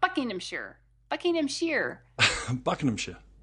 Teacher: So the emphasis is on the first syllable